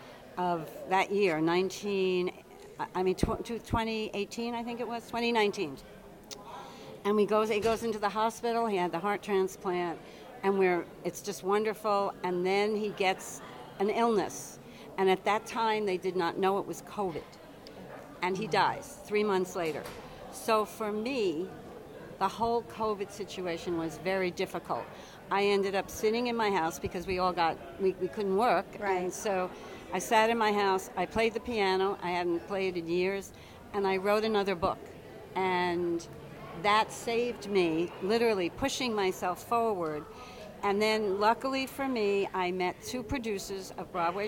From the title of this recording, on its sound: Live From The Edison Hotel Times Square